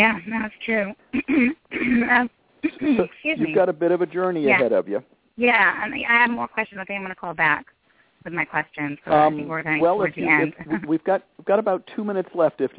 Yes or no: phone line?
yes